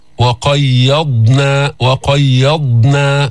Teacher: اسكان الضاد ما في قلقلة بالضاد، مش وقيضنا.